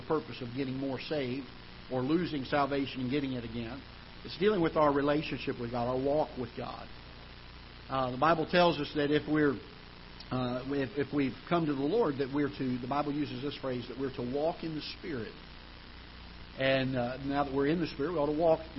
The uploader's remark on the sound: Ketha Heights Baptist Church ~ Live Broadcast